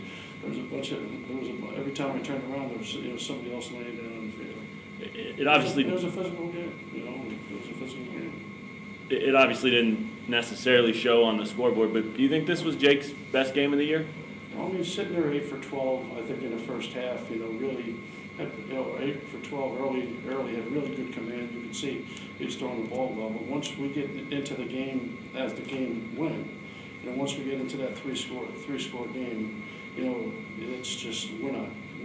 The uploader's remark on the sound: Press Conferences & Post-Game Interviews.